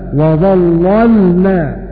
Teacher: فاللام الأولى مفخمة لوقوعها بعد الظاء، واللام الثانية مرققة لأنها ساكنة